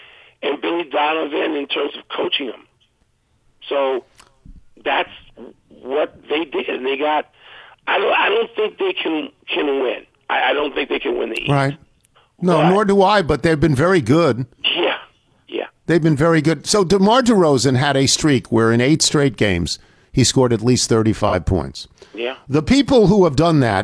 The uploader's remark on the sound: Calls. Phones.